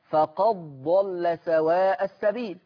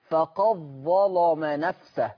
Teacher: ورش يدغم دال قد في الضاد وفي الظاء